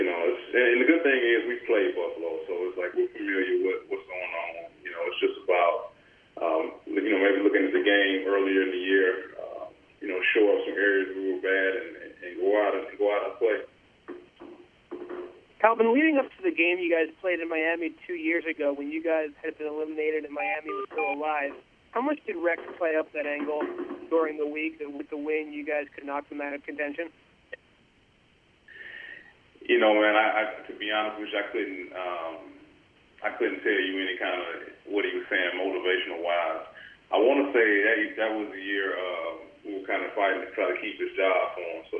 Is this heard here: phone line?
yes